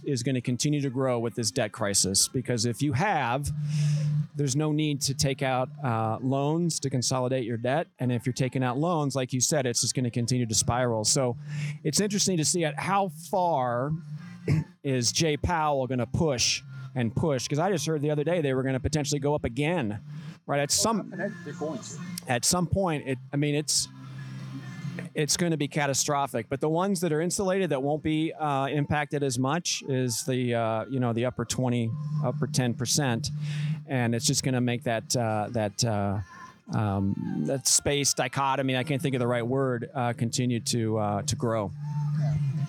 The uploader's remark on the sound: Live from Casa Bonita